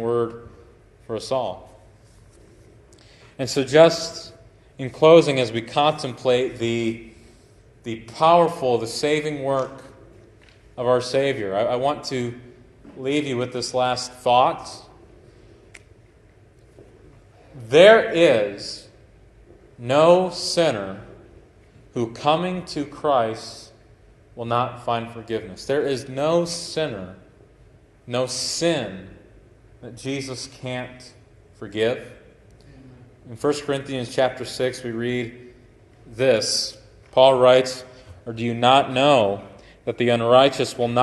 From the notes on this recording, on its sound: Preached at Grace Baptist Tiffin Ohio on 7/30/2023